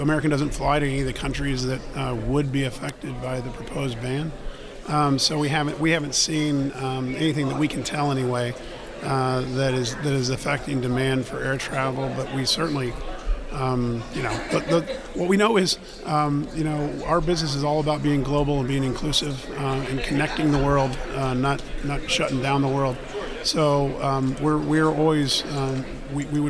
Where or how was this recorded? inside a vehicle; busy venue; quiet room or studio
busy venue